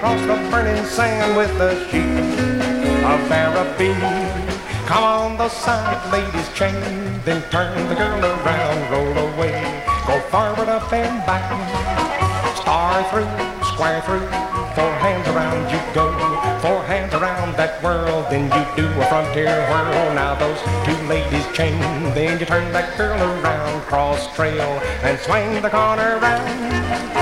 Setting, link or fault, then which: setting, busy venue